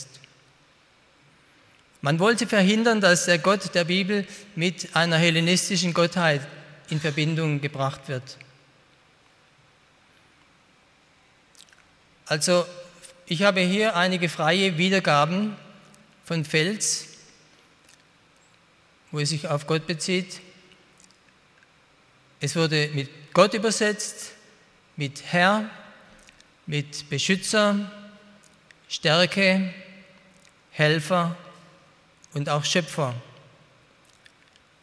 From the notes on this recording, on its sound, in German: bei einer Veranstaltung der Internationalen Hochschule Liebenzell (IHL)